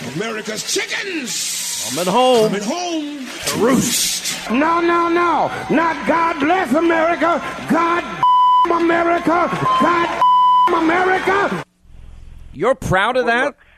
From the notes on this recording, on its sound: live from Cleveland with Day One of the RNC Convention